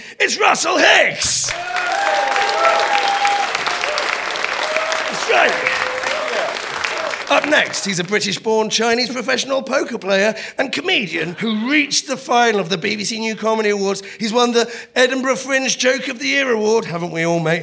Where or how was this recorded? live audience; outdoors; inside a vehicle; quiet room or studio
live audience